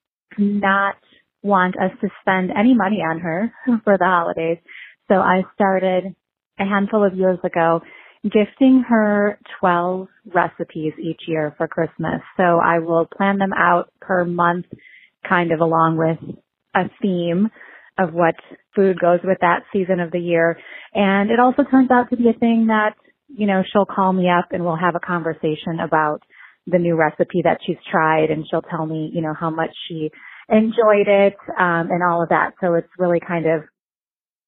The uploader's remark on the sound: Listeners Call In!